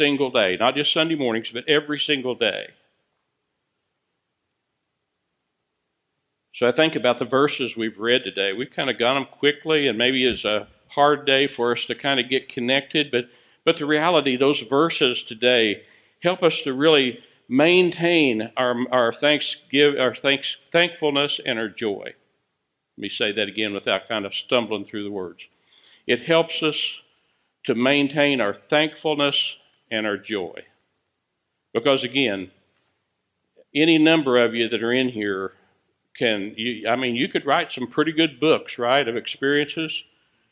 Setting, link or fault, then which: setting, large echoing room